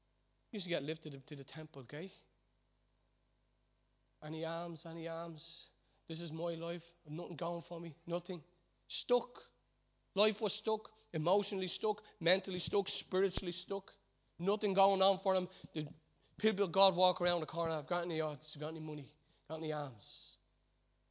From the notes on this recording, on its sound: Recorded live at Liberty Church on 5th May 2019